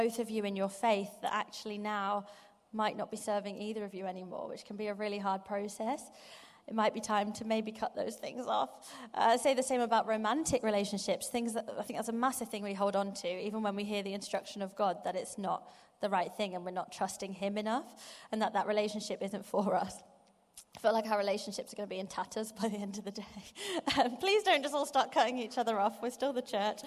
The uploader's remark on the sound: Live from Project 23. Over the next few weeks we are going to bringing you live sessions from the most recent Project 23 conference.